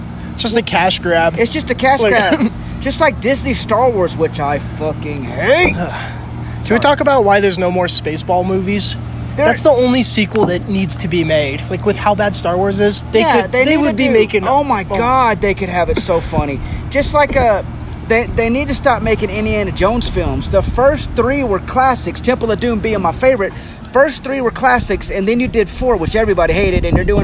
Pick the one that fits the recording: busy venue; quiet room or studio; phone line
busy venue